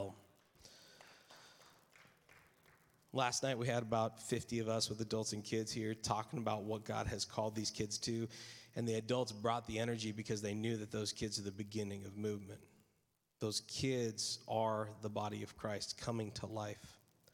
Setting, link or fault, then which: setting, live audience